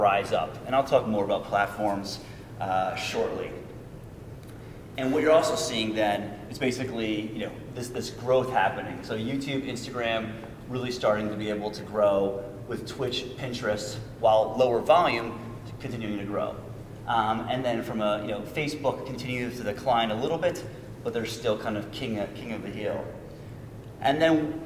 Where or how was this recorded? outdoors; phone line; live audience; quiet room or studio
live audience